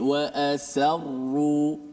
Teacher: tempatnya sama dengan sad tapi sin tu nipis